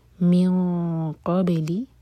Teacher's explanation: قاف کے لیے اخفا تو ہیوی اخفا. قابلی با پر قلقلہ.